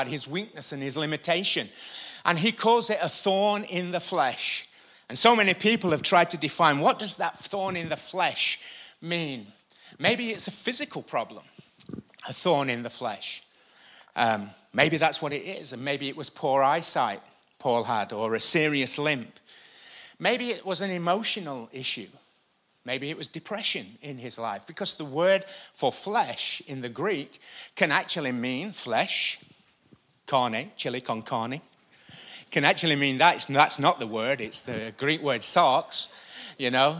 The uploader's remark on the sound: Recorded live at the Chesterfield Campus this is the message from the morning service on the 23rd February 20.